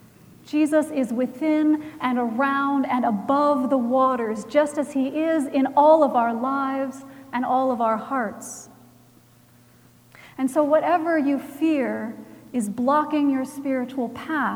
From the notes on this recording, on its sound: Recorded January 14, 2018 at Trinity Presbyterian Church in Bixby, Oklahoma.